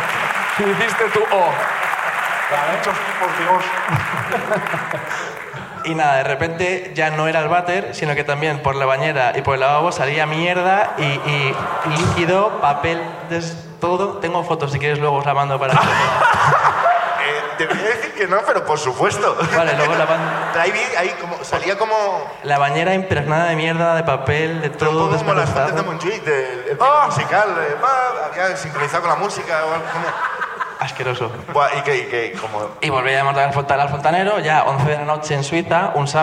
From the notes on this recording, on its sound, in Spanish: La Ruina desde Madrid. El público de La Ruina.